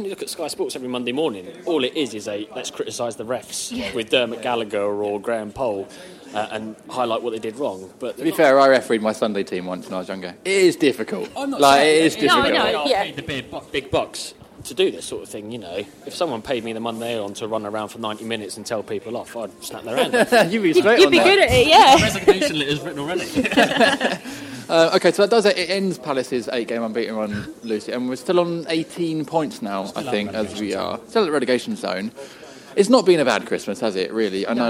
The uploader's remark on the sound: Post-match press conference at Selhurst Park.